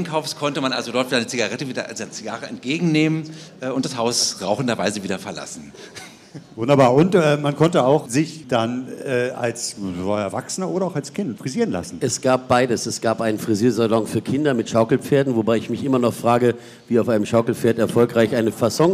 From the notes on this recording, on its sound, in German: Die als Live-Podcast in den Räumen der Zentralen Landesbibliothek stattgefunden hat.